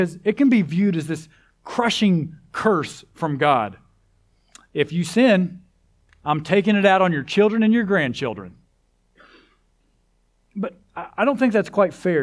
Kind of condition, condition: setting, large echoing room